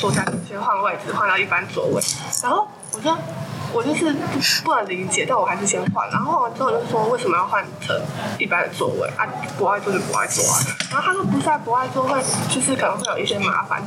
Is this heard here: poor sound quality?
yes